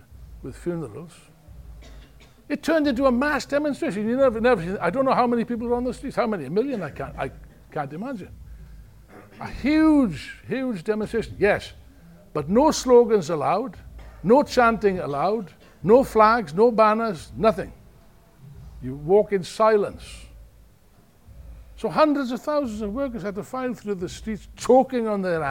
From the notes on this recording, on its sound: In this talk from the main rally at Revolution Festival 2019.